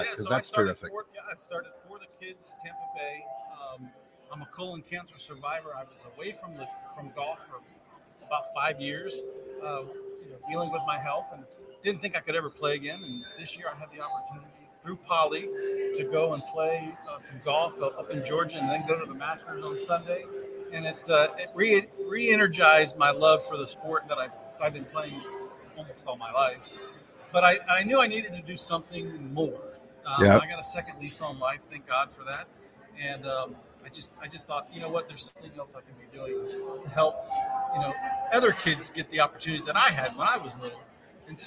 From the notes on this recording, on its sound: Ambush Interview at Driving Sales 2022 with the Auto Hub Show team.